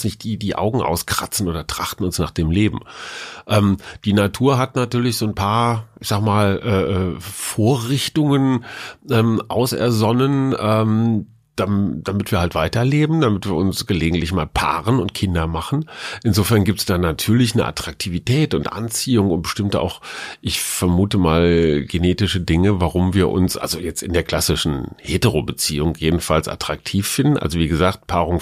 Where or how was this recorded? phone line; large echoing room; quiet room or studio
quiet room or studio